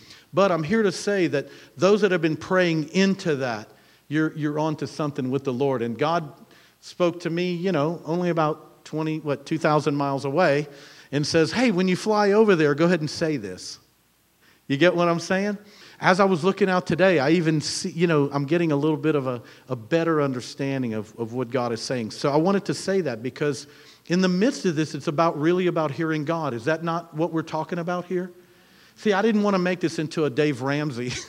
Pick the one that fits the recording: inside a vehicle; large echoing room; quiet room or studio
large echoing room